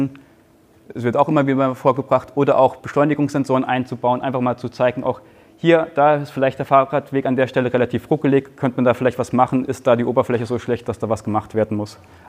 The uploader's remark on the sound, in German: Ein Vortrag im Rahmen der Night of Open Knowledge (Nook) in Lübeck